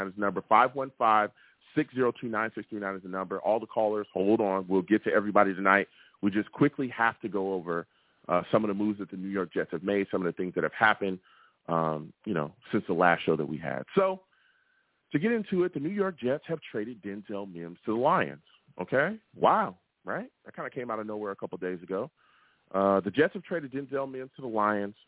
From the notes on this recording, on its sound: I take live callers!